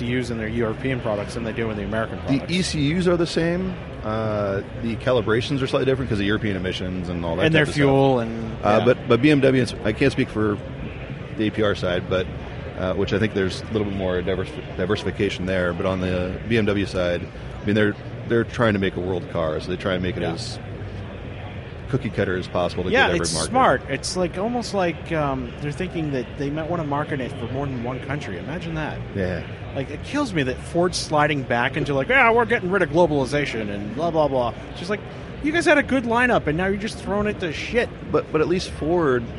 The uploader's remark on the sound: Live from the Magnaflow podcasting stage at SEMA 2018